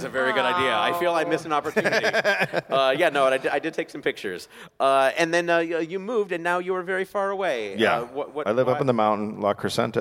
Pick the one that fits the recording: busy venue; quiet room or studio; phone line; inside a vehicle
busy venue